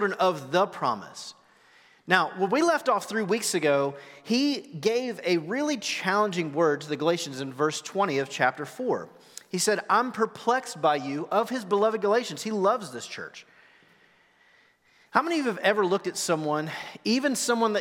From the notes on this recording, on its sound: Recorded live at The Fellowship at Two Rivers. TR campus.